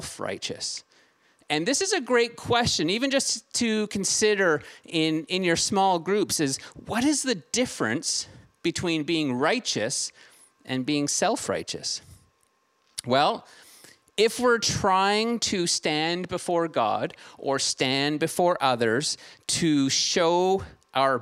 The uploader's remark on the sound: Streamed on March 20, 2022 at THRIVE Church Vancouver, Canada